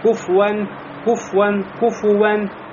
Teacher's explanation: надо фэ произнести с доммой, чтобы не получился сукун, то есть не был, да, фэ с сукуном.